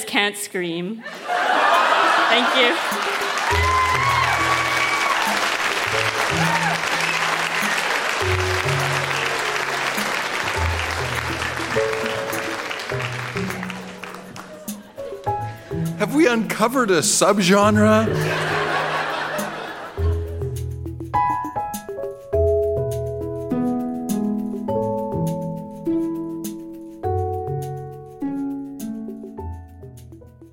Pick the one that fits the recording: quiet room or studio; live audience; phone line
live audience